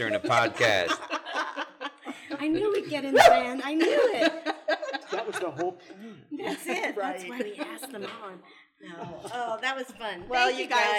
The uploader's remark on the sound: With a live audience at the Greenbriar Inn.